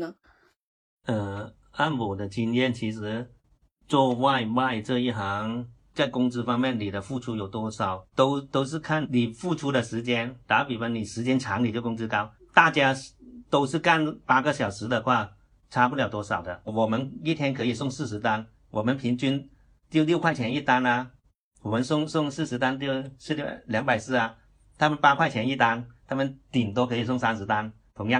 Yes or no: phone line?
no